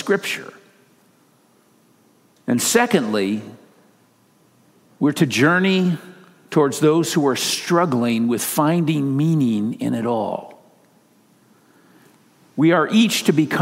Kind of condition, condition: setting, large echoing room